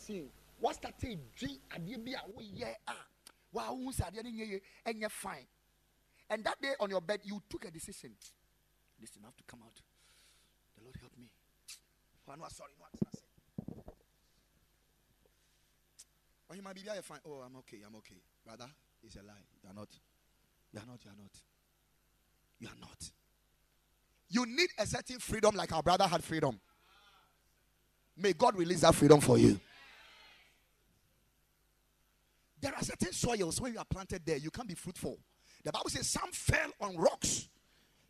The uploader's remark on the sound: Preached at the Ekklesia Chapel, KMC Worldwide